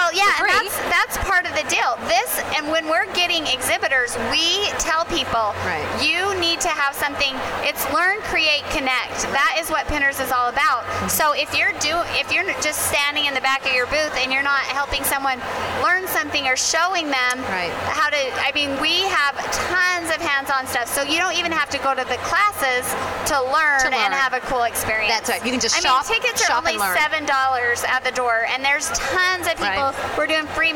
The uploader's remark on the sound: LIVE! from The Pinners Conference in Atlanta!